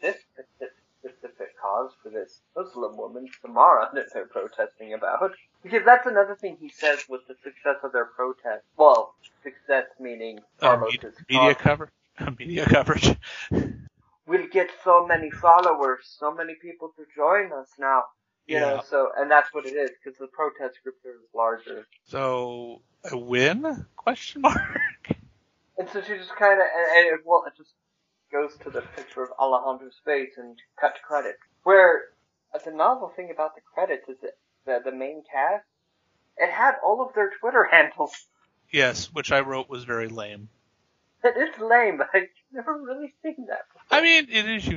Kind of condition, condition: fault, poor sound quality